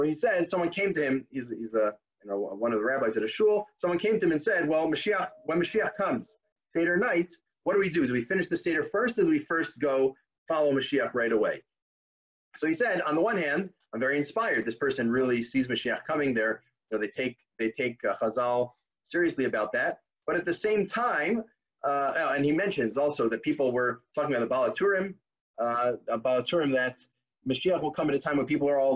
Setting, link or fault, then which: link, video call